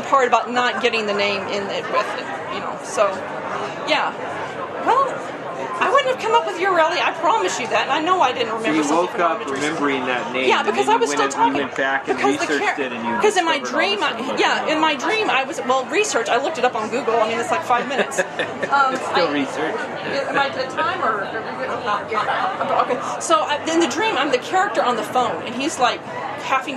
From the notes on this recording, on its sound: Tent Talk at the Tucson Festival of Books 2017. Independent authors have an area where they can talk about their books and take audience questions.